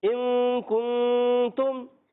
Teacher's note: اور کن ان دونوں میں اخفا قائدہ اخفا کی معنی چھپانا نون کو چھپایا جاتا ہے نون کو ظاہر نہیں کرنا چھپا کر غنہ کرنا ہوتا ہے